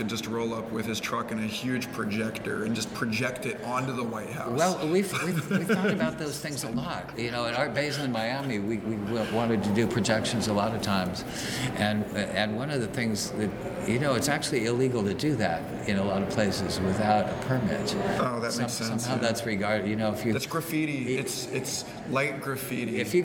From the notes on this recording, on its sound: At this year’s Psychedelic Science Conference in Oakland. Please excuse the background noise in this recording.